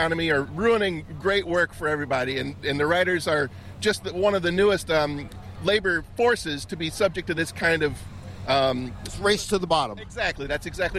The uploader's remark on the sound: Hit the streets of Chicago, talking to striking writers and their supporters.